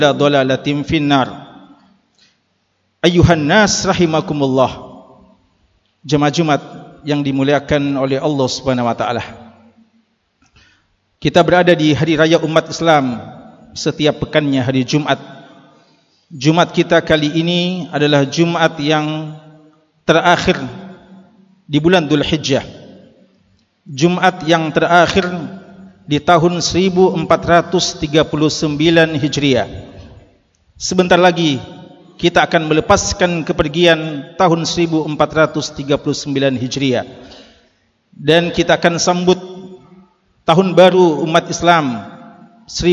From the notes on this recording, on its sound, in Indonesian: LIVE Ceramah Jum'at. Ceramah Jum'at [LIVE].